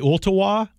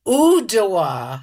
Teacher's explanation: the T becomes more like a D · Shown in: second take · Oodawa.